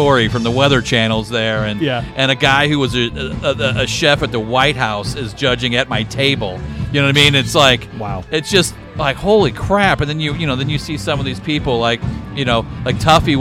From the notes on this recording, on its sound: Live From The Primo BBQ Bash. I had the chance to sit down in person at the Primo BBQ Bash event.